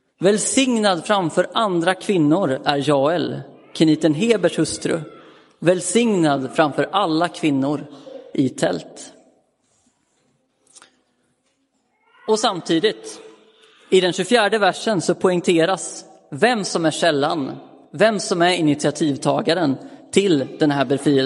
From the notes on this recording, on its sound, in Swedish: Inspelad i Roseniuskyrkan den 15 januari 2023.